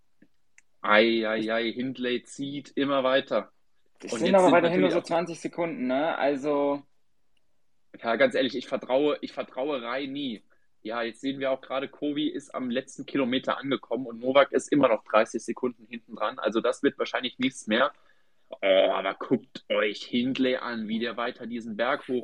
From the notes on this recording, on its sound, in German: Wir haben eine Aufzeichnung dieses Spaces ausgegraben